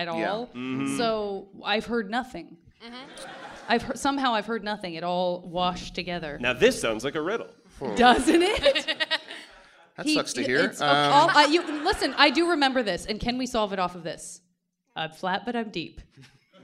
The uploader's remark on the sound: Live from San Fran Sketchfest 2023